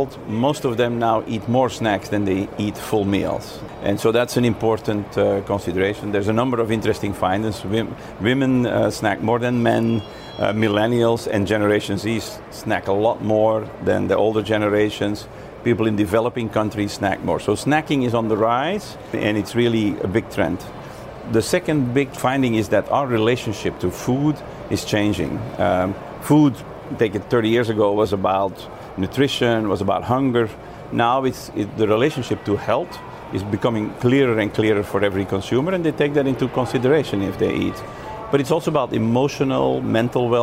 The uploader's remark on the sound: Live from The New York Stock Exchange.